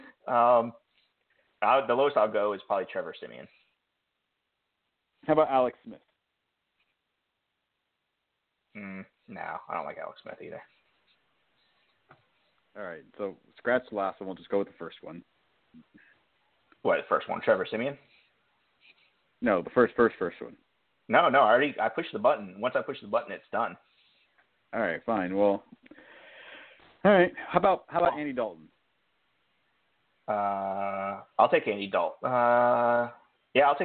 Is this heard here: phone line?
yes